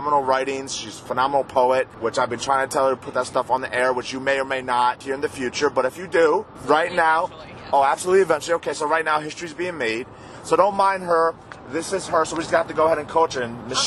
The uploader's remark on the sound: Friday Night Car Ride. Hang out in the backseat. Zoom down the New Jersey Turnpike.